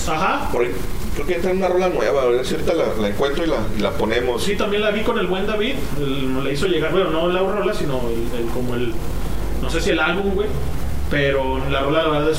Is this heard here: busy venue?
yes